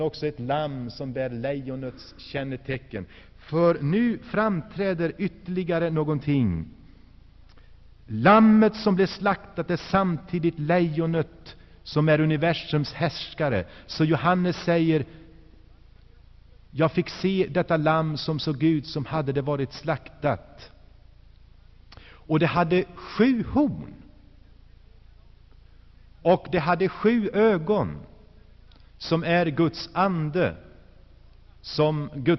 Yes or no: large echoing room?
yes